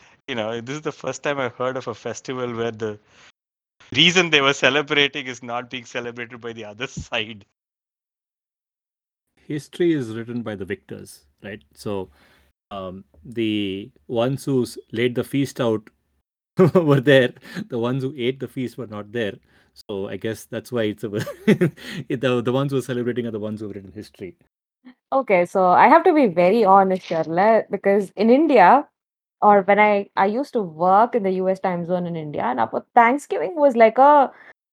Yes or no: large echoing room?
no